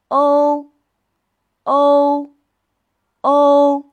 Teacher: 先发 “o”的音。然后舌根抬高，口型收缩拢圆，快速滑向呜的音。 · Term: 复韵母